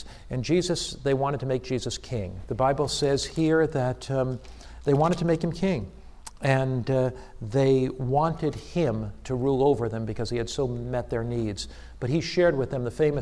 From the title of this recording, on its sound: Challenge to the students at AMEN conference 2010